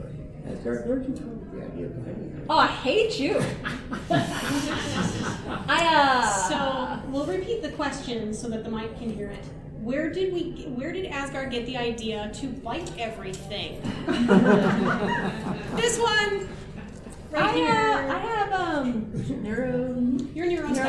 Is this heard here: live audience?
yes